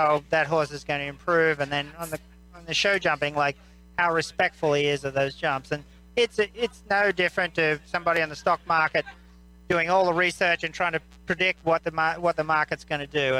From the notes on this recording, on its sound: Recorded live at the Ocala Jockey Club International 3 Day Event.